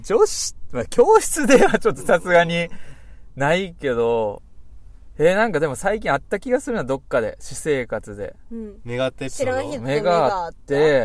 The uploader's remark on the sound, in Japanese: スタジオを飛び出しての収録～！機材車 ではなくディレクターの車で収録しました。（サヌキロックの会場にて）。